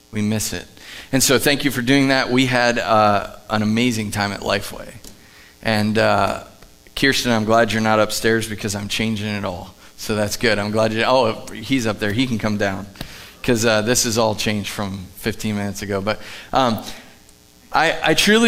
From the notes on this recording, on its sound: Live from The Summit Church in Dover, OH